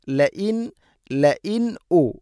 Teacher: ഹംസ ഉച്ചരിക്കണം. തൊണ്ടയുടെ താഴെ ഭാഗമാണ് മഖ്റജ്.